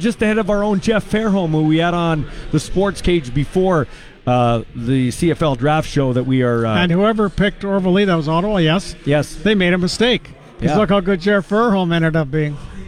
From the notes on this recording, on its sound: LIVE from Harvard Studio 620 lounge at Mosaic Stadium!